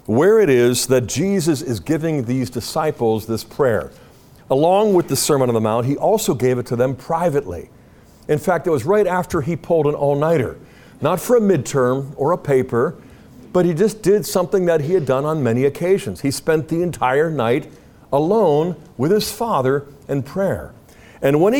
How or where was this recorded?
live audience